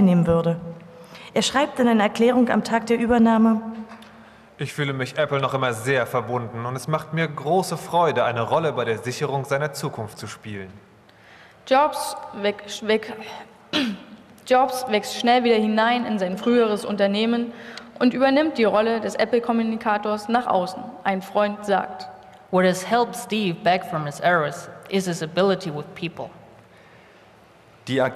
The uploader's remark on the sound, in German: Live-Performance der Hörspielwerkstatt der Humboldt-Universität Berlin in deutscher und englischer Sprache.